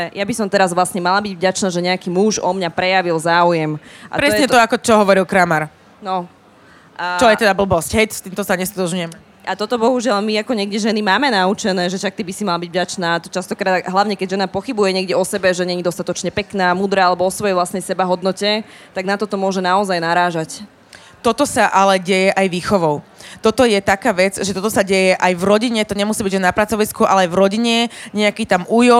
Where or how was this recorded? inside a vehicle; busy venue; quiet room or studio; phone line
busy venue